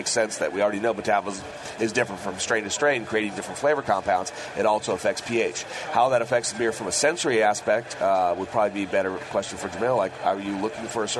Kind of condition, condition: setting, busy venue